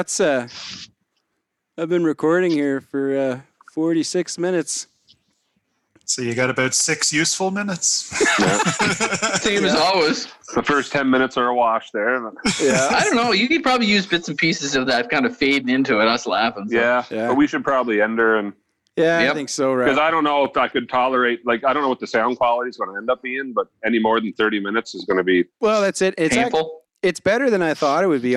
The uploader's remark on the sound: The guys call in to each other from home.